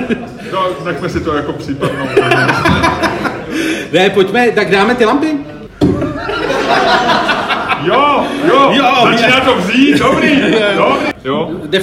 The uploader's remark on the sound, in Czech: SPECIÁL ŽIVĚ. Poprvé jsme totiž vysílali ŽIVĚ před publikem, a to ze smíchovské hospody Kwak.